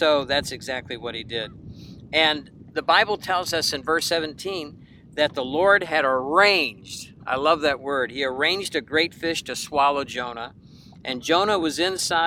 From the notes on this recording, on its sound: It was even recorded from a boat out on Lake Erie.